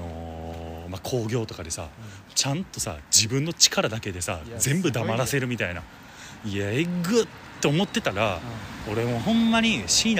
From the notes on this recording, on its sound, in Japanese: 僕らは地元が一緒でして、今年は帰省の日も被っていたため、新年明けたて、路上収録しました。